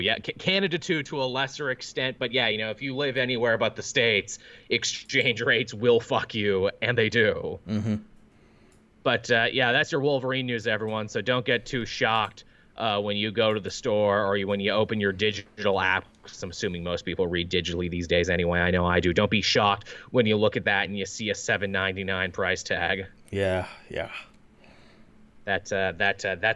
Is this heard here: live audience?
no